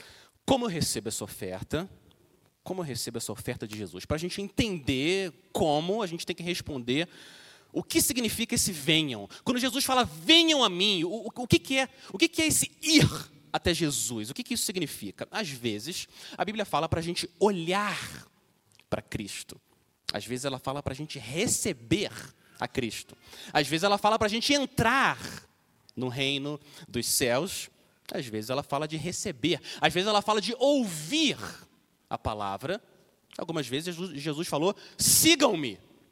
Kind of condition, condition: setting, large echoing room